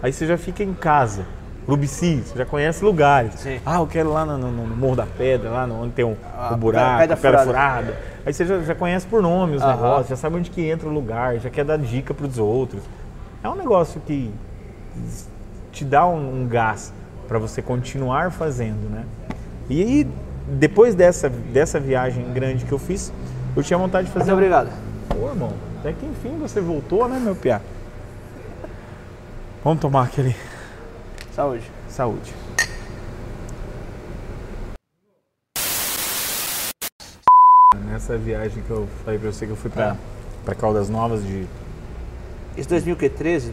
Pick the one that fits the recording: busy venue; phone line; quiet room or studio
busy venue